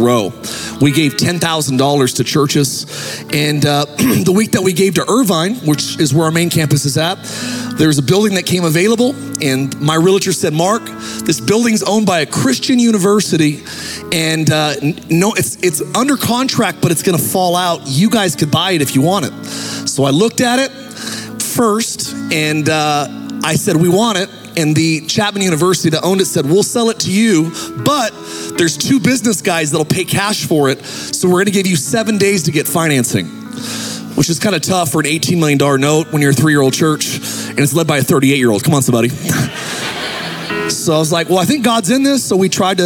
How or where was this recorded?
large echoing room